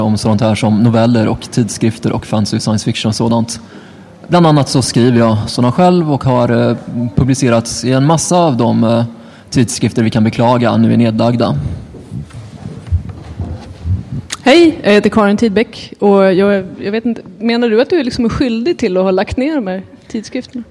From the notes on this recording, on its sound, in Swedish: Denna panel spelades in på Swecon 2014 – Steampunkfestivalen i Gävle.